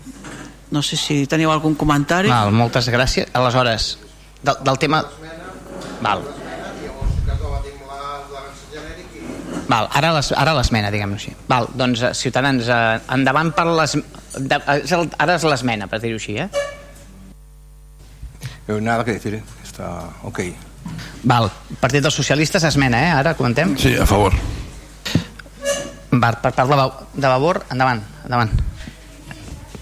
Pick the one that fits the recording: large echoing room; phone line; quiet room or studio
large echoing room